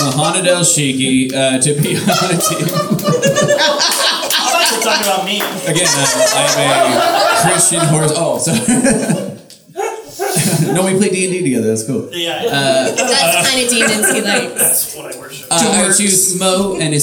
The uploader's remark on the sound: This month's star-studded spectacular recording comes to you live from Kickstand Comedy Space in Portland, OR!